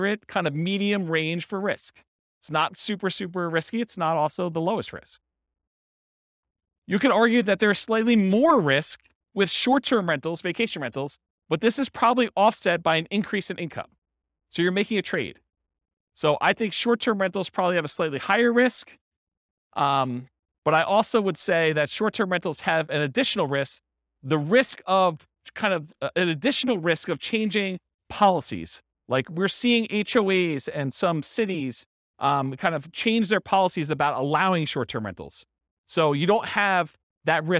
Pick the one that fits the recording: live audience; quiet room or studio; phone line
live audience